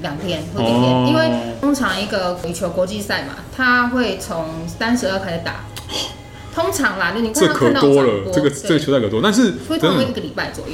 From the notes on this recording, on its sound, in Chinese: 本集白噪音指數：0/5。錄音地點： The Gathering Cafe 齊客咖啡。